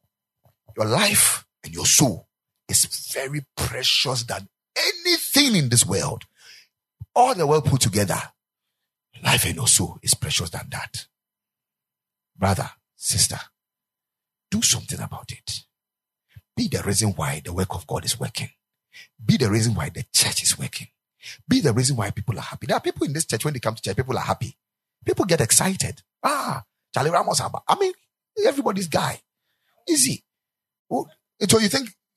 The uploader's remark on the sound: Preached at the Ekklesia Chapel